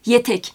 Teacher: Etek aslında yazımda E harfini biz orada görüyoruz ancak telaffuzda yetek şeklinde bir telaffuzla karşılaşıyoruz.